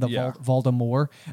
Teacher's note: The other kind of interesting thing from an audiobook standpoint is at this point in the audiobook, Jim Dale is pronouncing Voldemort in that way where it's a silent T at the end, Voldemort.